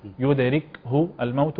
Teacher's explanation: نراعي هنا إسكان الكاف وهمسها بما لا يزيد في ذلك عن الحد المطلوب